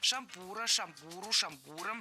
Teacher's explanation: Во всех формах нашего слова мы сохраняем ударение на втором слоге. Шампура, шампуру, шампуром и во множественном числе.